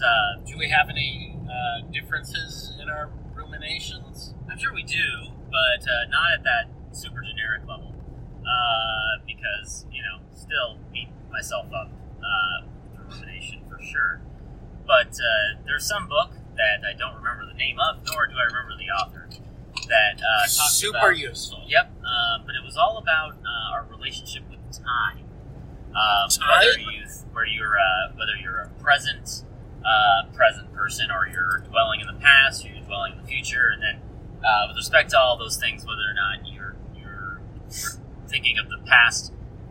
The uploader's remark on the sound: In an audiographically catastrophic episode, the boys answer a viewer question about rumination while driving back from their trip to Portland.